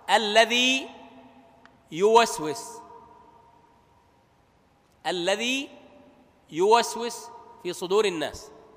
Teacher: فلا بد من النطق بحرف المد، الياء الساكنة هذه حرف مد، ثم نأتي بالحرف الياء المتحرك